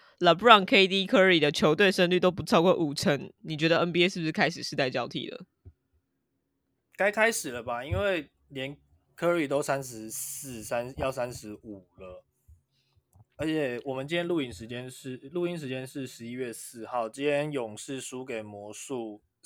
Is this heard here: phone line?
no